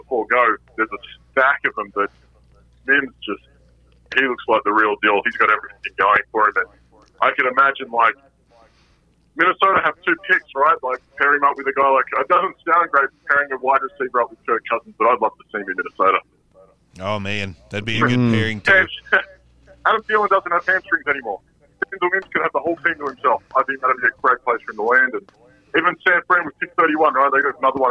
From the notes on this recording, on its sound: We ask some longtime listeners to call